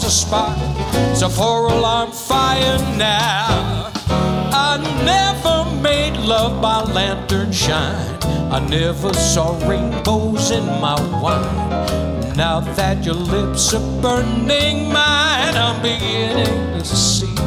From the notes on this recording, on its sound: Live at the South Point Casino